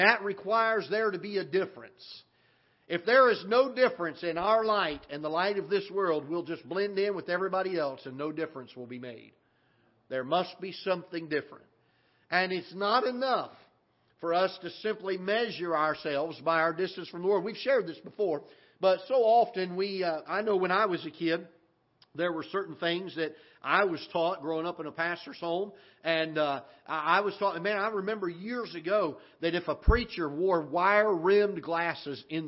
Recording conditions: large echoing room